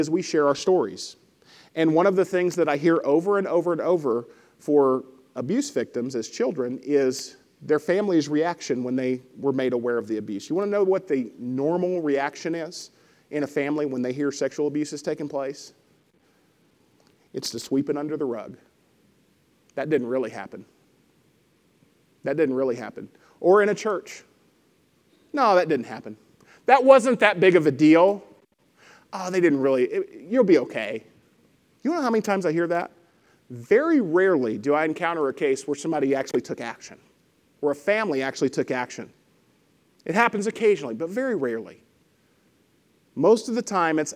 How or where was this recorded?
large echoing room